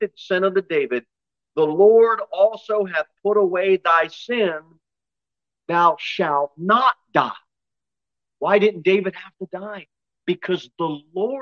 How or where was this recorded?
large echoing room